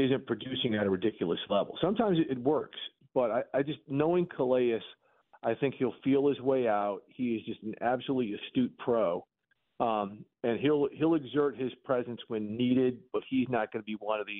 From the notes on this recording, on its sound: opens up the phone lines to allow listeners to share their thoughts